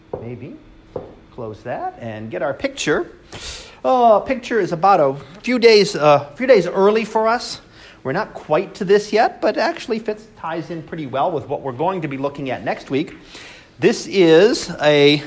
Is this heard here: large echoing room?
yes